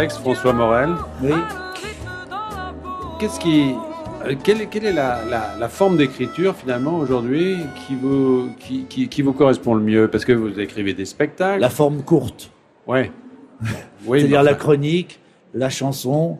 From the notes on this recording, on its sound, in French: En direct du Salon du livre de Paris